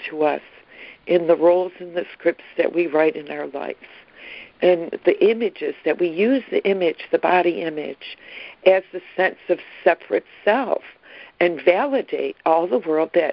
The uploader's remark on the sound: ACIM Daily Conference Call.